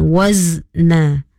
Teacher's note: Wazna jangan di apa, jangan dibuat qalqalah. Huruf zai bertanda sukun itu bukan qalqalah, itu hanyalah huruf sukun, huruf mati.